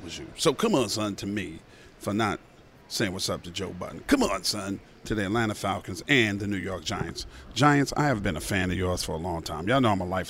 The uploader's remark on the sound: Live from LAX. Records from LAX as he's flying back to Atlanta from LA.